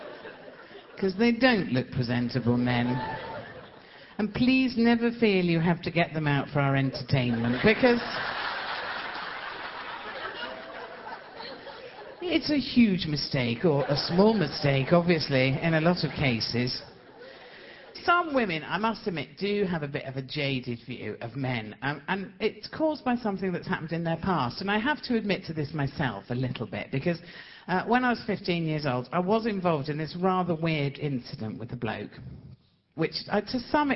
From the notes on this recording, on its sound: Recorded on tour